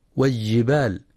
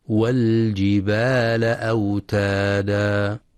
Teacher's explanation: ينتبه القارئ لإظهار اللام القمرية، فلا يدغمها · Shown in: second take · والجبال، وإنما والجبال أوتادا.